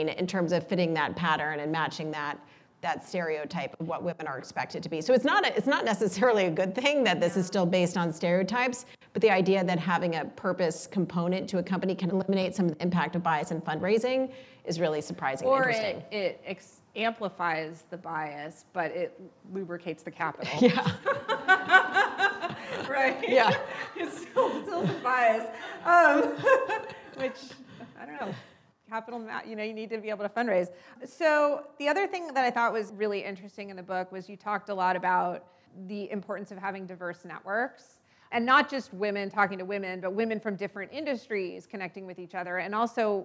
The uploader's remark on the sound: Spoke in front of a live, female-majority audience in late 2022 as part of Greylock's Iconversations speaker series.